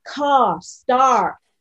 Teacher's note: American English is rhotic. So wherever it sits, you get car, start, and it's far more pronounced.